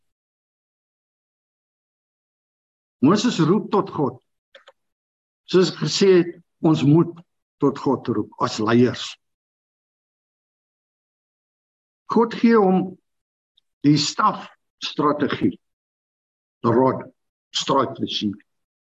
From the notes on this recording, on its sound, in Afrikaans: Manne van die Woord Zoom Byeenkoms 17 Maart 2022